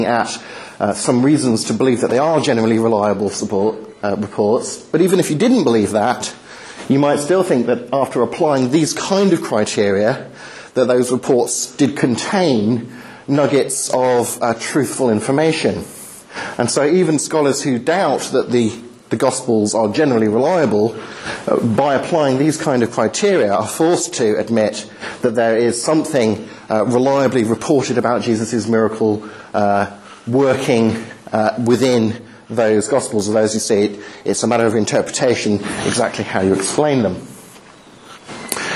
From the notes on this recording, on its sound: Talk delivered at the Highfield Church Reasonable Faith course 20/03/11